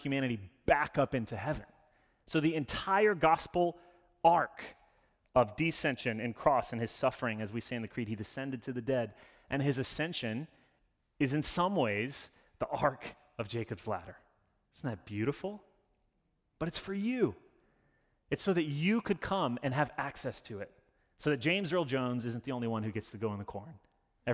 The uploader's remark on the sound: Sermon delivered. As an Anglican church, we follow a liturgy every Sunday which allows us to participate in worship together.